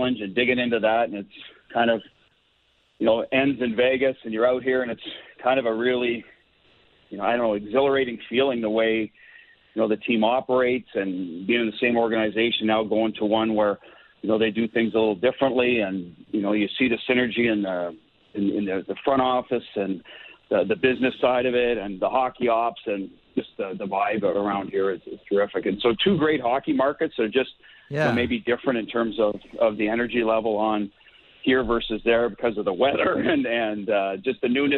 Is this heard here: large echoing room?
no